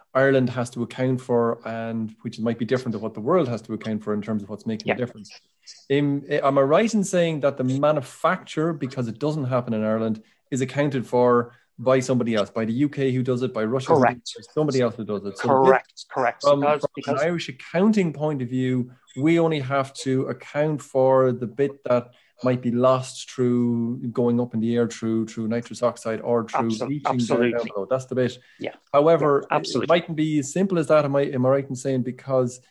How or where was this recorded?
video call